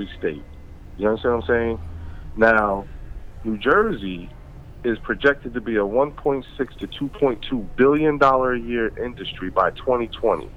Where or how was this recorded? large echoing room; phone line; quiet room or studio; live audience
phone line